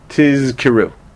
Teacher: Because you have to voice the z, and you have an unvoiced k sound.